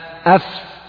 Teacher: بطن الشفة السفلى مع أطراف الثنايا العليا ويخرج منها الفاء. أدي الشفة السفلى، البطن بتاعتها يعني الجوة شوية سنة، يعني لو شددت شفتك إلى أسفل تضع أطراف الثنايا العليا أطراف أسنانك الأمامية على بطن الشفة أي أف، هذا هو مخرج الفاء.